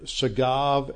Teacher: In this slide, see, I have the verb over here, sagav, and the basic consonants are S, G, and V. It's a soft B, so it's actually pronounced more like a V.